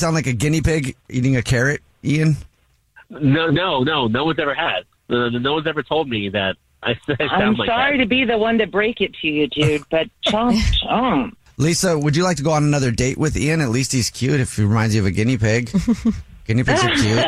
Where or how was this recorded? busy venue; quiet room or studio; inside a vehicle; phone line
phone line